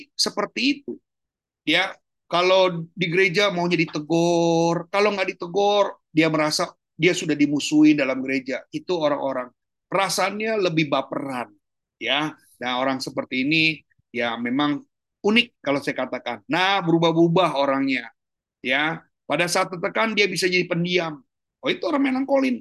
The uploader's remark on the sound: Audio Zoominar